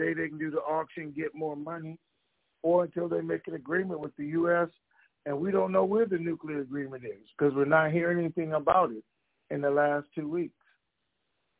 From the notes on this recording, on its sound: TNTSuperfantastic Conference Call